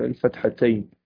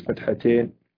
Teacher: إنما الصواب الشدة مع الفتحتين، لأن المثنى يكون ما قبل الياء مفتوح ما بعد الياء مكسور، فتحة تقرأ بهذا الشكل الفتحتين وليس بالإمالة أو التقليل · Shown in: first take